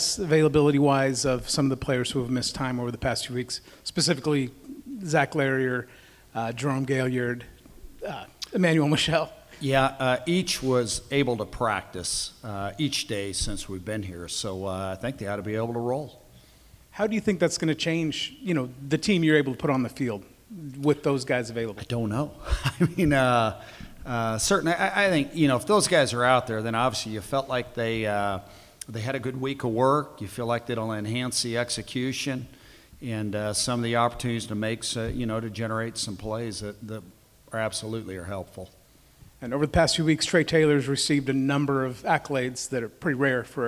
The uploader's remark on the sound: Head Coaches Press Conference - Armed Forces Bowl